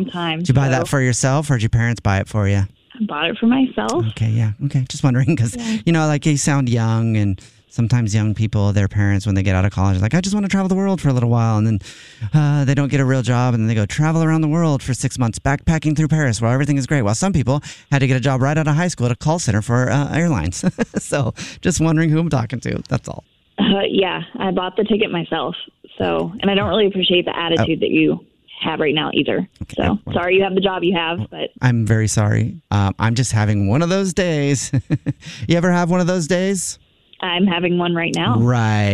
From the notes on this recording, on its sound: Everyone loves being on the phone with the airlines! In today's Phone Prank.